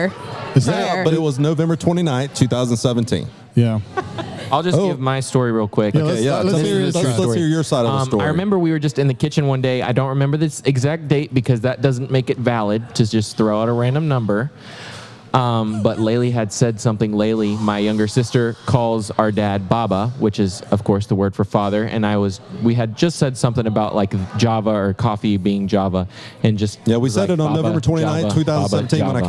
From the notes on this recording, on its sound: In this unique episode we take our podcast to the cafe for a live recording. Both Baba Java employees and long loyal customers step up to the mic and ask their questions about coffee.